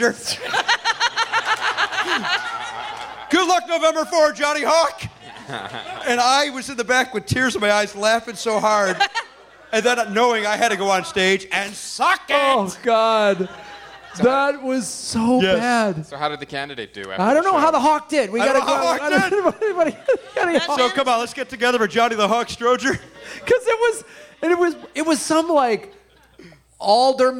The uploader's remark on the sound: LIVE FROM PORTLAND! Helium comedy club in Portland, OR.